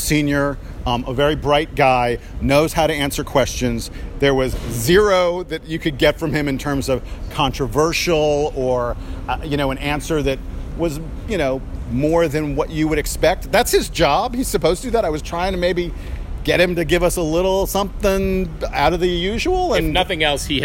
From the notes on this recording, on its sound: Live from the parking lot at Mercedes Benz stadium